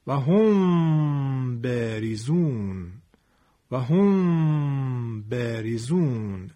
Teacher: به اندازه دو حرکت صدای خودمون رو از فضای بینی، از خیشوم خارج میکنیم · Term: اخفای میم ساکنه